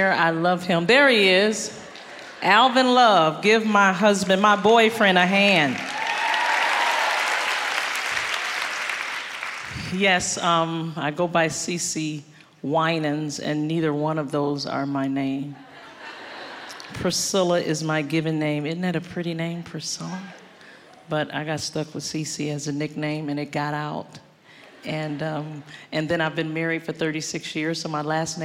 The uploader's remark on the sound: Live at our April 2021 Grove, wrapping our eight year of live gatherings.